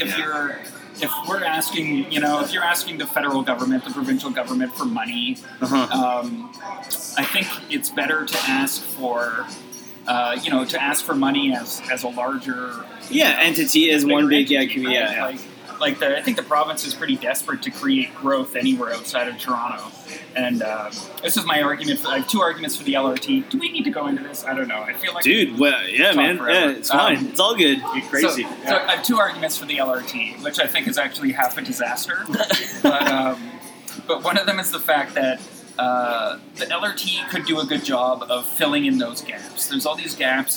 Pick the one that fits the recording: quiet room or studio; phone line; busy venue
busy venue